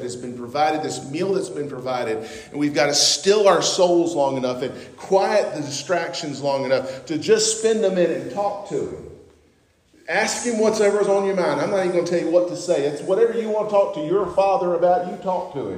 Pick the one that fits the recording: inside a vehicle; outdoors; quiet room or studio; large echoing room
large echoing room